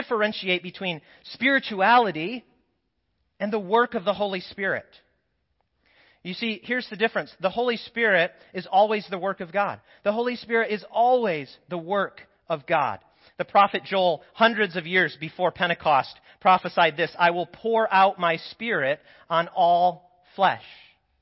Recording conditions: large echoing room